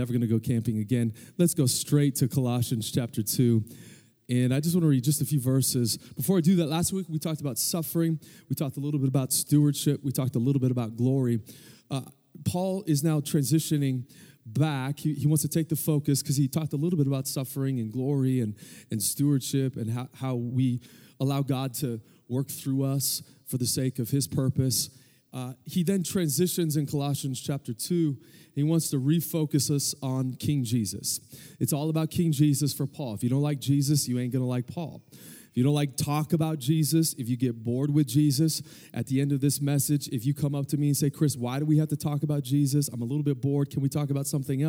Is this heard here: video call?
no